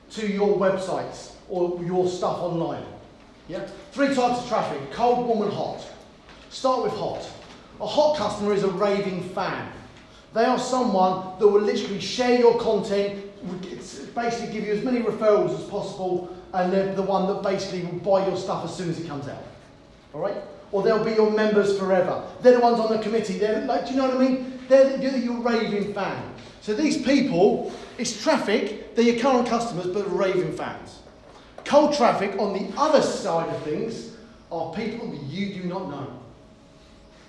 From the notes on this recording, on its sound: During the RYA Training Conference in Feb 2020, we delivered a presentation